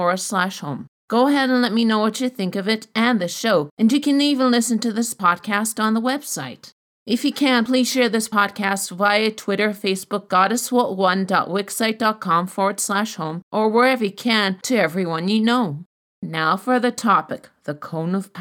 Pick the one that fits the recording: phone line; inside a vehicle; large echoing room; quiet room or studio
quiet room or studio